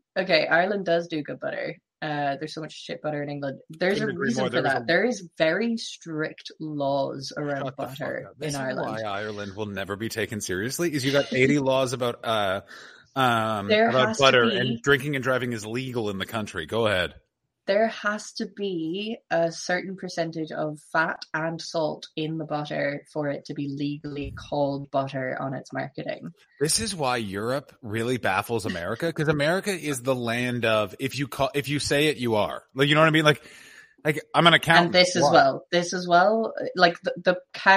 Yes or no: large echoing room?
no